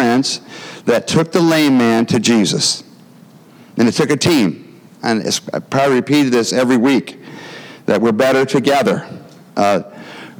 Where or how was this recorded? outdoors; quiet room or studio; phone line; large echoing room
large echoing room